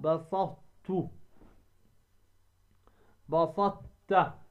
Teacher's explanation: تدغم الطاء ولا تقوم بلفظها، بسطت، بسطت، هي بسطت وليس بسطت، بسطت.